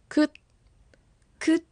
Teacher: 小さいつの時は口の上顎のところに舌が残るように発音してください